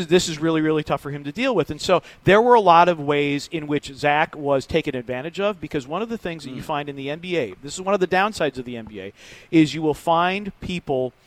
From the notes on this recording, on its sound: Full Show LIVE from Memphis Grizzlies’ FedExForum. We open the show as the gang welcomes you right into Memphis and FedExForum for today’s special Live show.